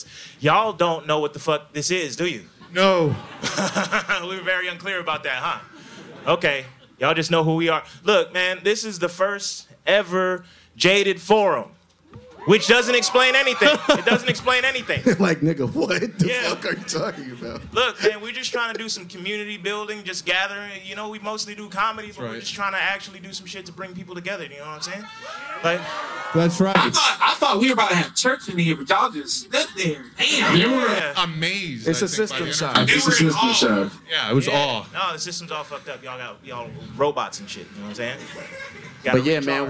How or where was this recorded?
live audience